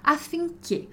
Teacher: Mas, por uma questão de sotaque aí, a gente vai ter pessoas que vão falar affinché tutti possano ricevere. Embora no italiano padrão, o correto seria affinché com o som fechado.